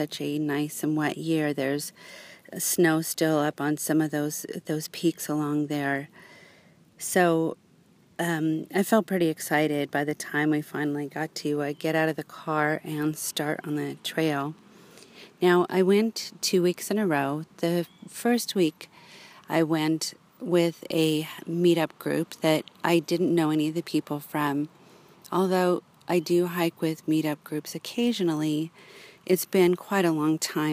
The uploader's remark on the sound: I sit in a local park, and share the experience of hiking in this amazing location, just outside of South Lake Tahoe.